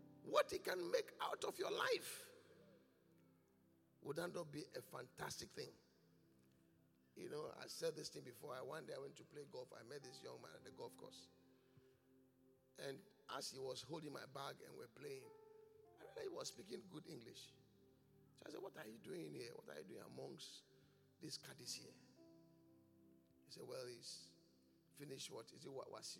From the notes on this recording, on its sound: Preached at The Qodesh